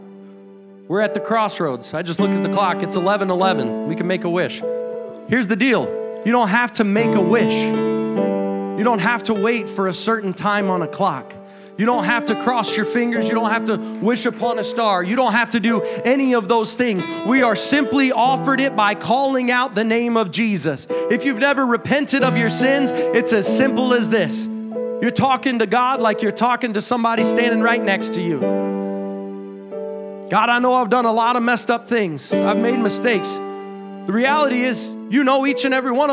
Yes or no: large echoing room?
yes